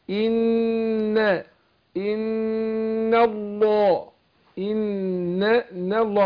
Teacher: مش عشان داخل على لام لفظ الجلالة مفخمة فأفخم النون، أنا طالع منه النون مرققة